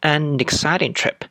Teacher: 就是这里的 An 的尾音 N 和 Exciting 的这个 A 啊，属于辅音和元音结合在一起，它是可以连读的啊